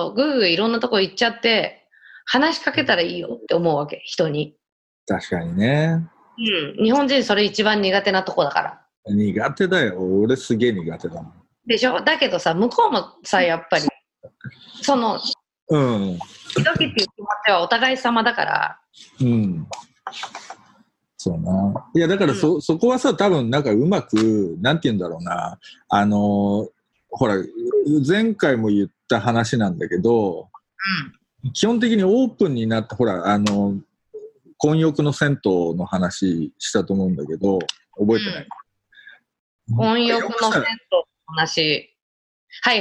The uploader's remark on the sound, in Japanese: 今回の収録はビデオ会議サービス「ZOOM」を使用し。一部聞き取りづらい箇所があります。